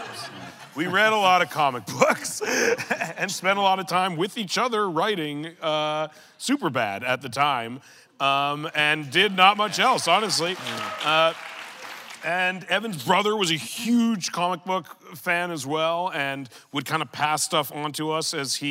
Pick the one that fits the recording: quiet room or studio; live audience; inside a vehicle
live audience